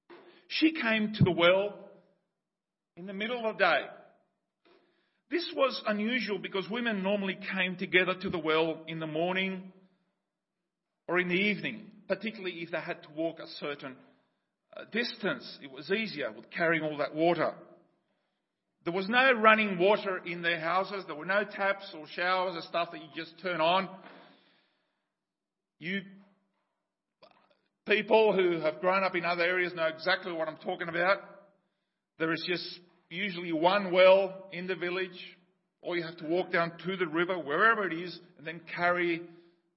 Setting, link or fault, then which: setting, large echoing room